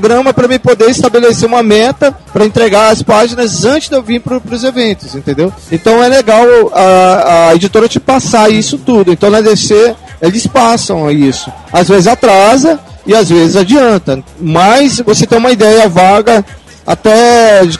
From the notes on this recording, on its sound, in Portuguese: Duas entrevistas gravadas na Multiverso Comicon 2012. Duas entrevistas gravadas na Multiverso Comicon 2012.